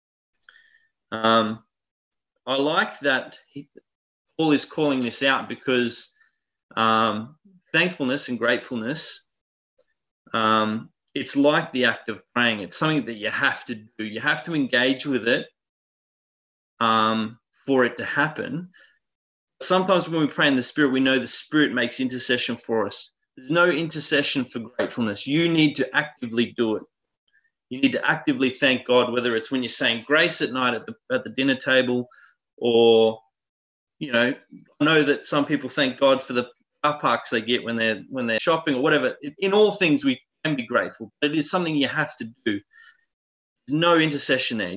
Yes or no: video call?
yes